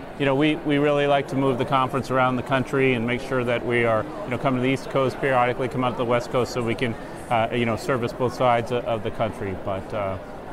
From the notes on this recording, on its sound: Interviews from NIRI's 2016 annual conference. Hear from organizers, speakers and attendees at the NIRI 2016 annual conference.